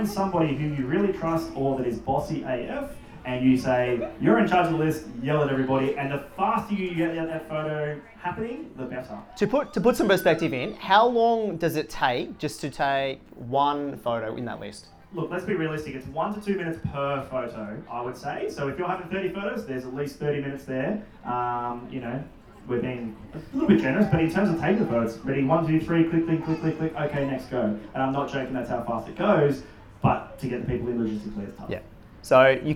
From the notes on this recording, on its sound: Live Episode. We had the oppounity to talk at The Love A Fair Wedding Expo in Bowral and decided to record our chat. Really sorry for the bad audio, the photographer in the duo forgot to turn on the mic.